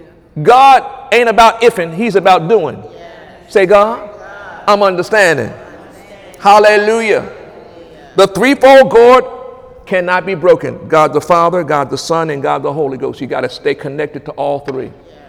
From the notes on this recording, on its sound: During Wednesday night service on September 13, 2017